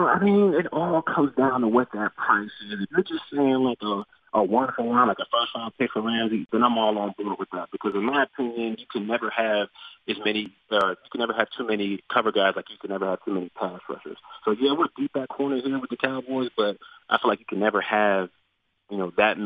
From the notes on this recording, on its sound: called